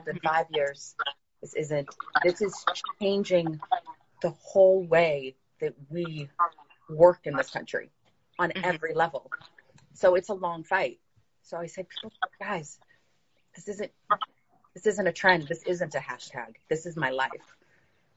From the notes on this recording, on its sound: The audio from my Instagram live series Jacques Talk.